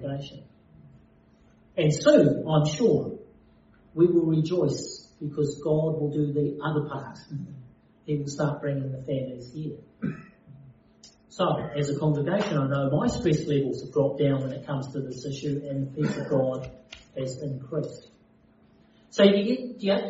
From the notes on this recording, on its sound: Due to technical difficulties the sound quality is not as clear as the other podcasts on this channel.